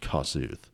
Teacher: So hard on the first syllable there